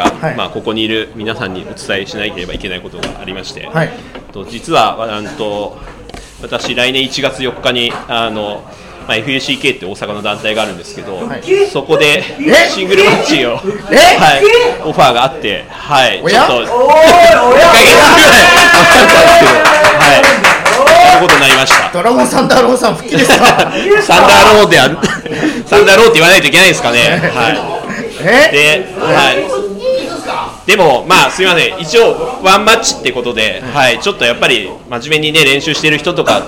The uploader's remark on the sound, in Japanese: 久々に公開収録を行いました